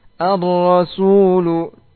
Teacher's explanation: Tebalkan ketika di fathah ronya.